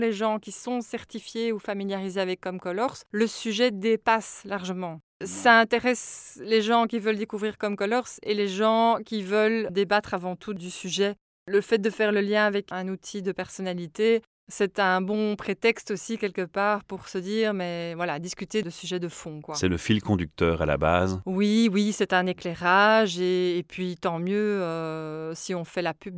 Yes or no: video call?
no